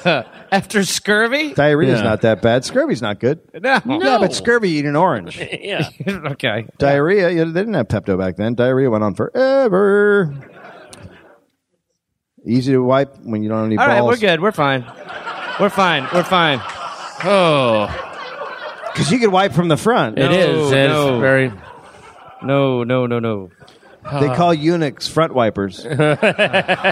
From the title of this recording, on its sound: Live